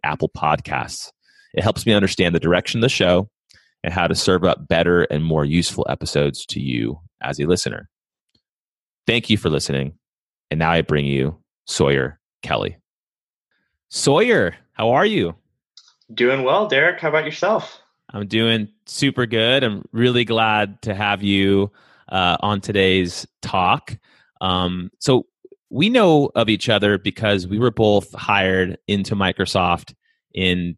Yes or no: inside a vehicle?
no